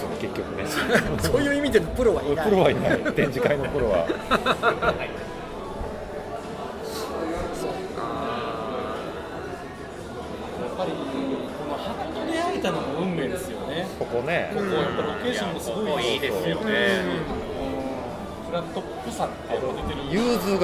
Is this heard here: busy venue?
yes